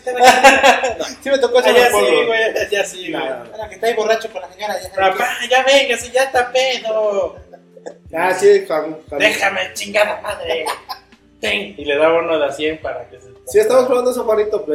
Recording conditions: poor sound quality